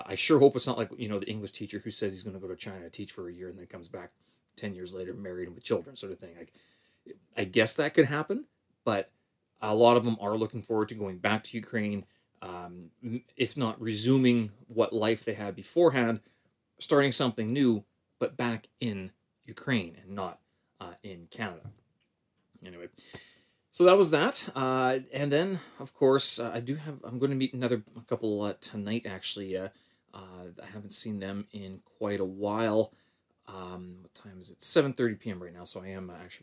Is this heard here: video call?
no